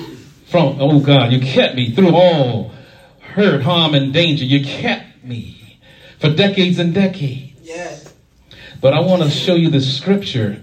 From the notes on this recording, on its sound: Shared this message live at the Island Nursing Home of Farmingville, NY.